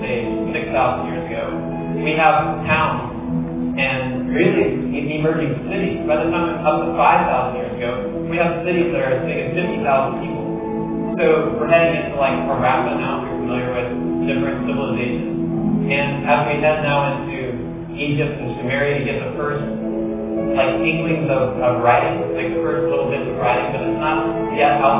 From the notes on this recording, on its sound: opening keynote at the 2013 Heartland eLearning Conference in Edmond, Oklahoma, at the University of Central Oklahoma